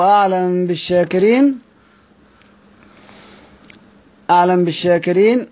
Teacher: والميم تسكن عند الباء إذا تحرك ما قبلها فتخفى بغنة، نحو أعلم بالشاكرين، أعلم بالشاكرين.